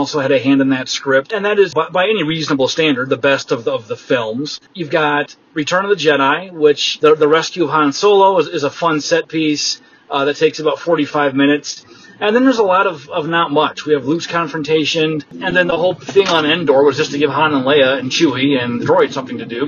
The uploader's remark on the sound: segment was recorded in a vehicle, so there is some background noise.